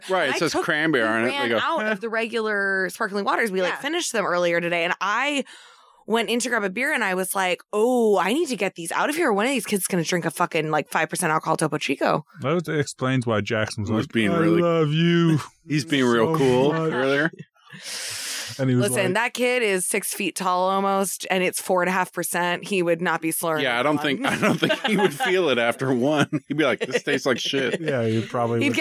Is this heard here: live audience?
no